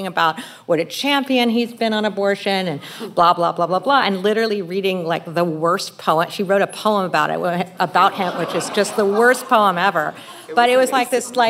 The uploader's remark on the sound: Live from the Logan Symposium on Investigative Reporting at UC Berkeley’s Graduate School of Journalism